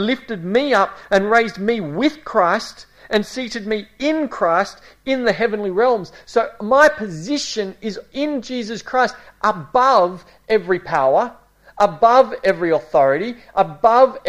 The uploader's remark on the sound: A series preached at Esperance Church of Christ